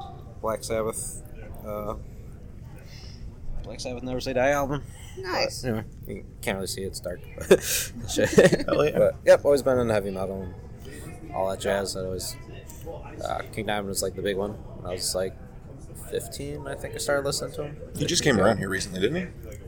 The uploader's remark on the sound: I apologize for the mixing, but we were on a stage, and my dumb-ass forgot to bring stuff to use more than one mic.